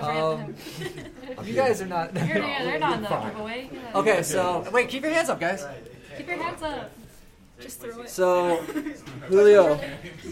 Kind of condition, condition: setting, live audience